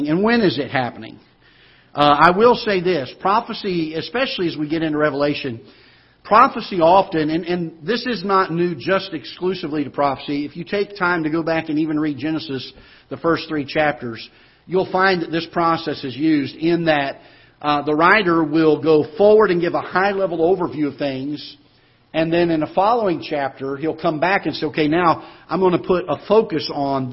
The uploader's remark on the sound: Ketha Heights Baptist Church ~ Live Broadcast